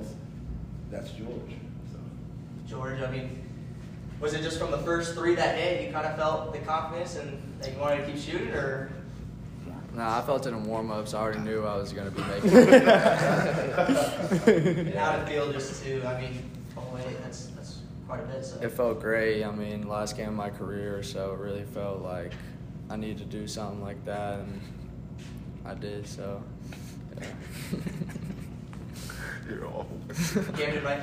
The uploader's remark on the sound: audio from the postgame presser